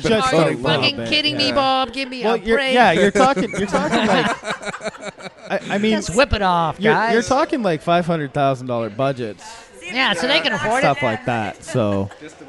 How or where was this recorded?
live audience